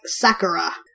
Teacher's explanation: you would put the emphasis at the beginning · a lot of times there's more of an emphasis on the first syllable, which you don't do a lot in English, so I don't naturally do it.